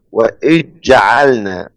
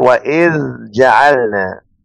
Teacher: أبو عمرو وهشام أدغم الذال في الجيم لأن الذال والجيم حروف قربت مخارجها · Shown in: first take · وإذ جعلنا والباقي بالإظهار وإذ جعلنا، واتخذوا قرأ النافع وابن